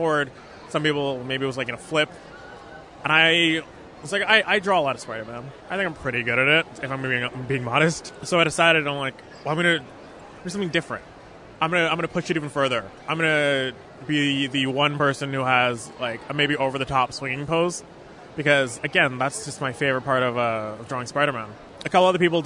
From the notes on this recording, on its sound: Recorded at Fan Expo Canada